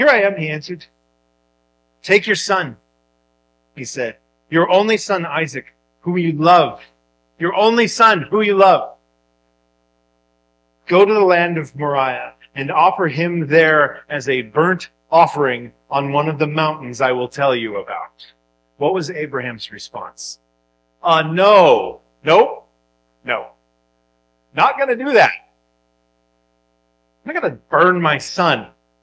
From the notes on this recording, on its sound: Due to technical difficulties, the audio is not the highest quality.